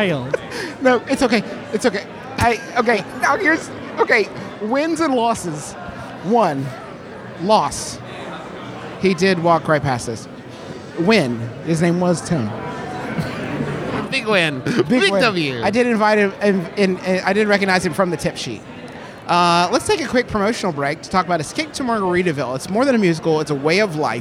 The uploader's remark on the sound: Record an episode of our podcast from the red carpet event at the Broadway debut.